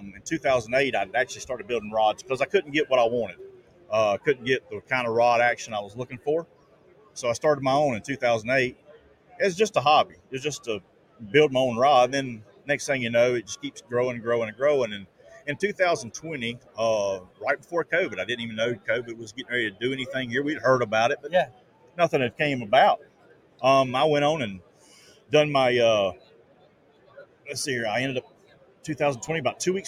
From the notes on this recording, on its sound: Live From ICast- Mots Custom Rods & Reels.